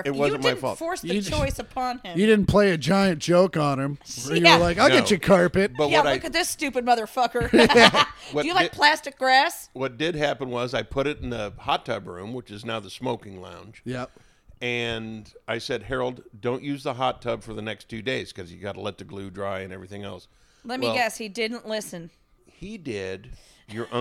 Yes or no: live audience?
no